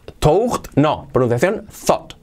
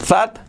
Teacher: La mitad entre O y A. · Shown in: first take